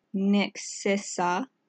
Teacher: the second E elides or blends with the A · Term: elision